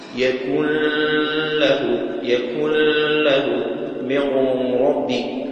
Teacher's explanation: إدغام النون الساكنة والتنوين في اللام والراء، وهو إظهار الغنة. يكن له من ربي، وهو وجه مقروء به لكنه غير مشهور، لكنه غير مشهور.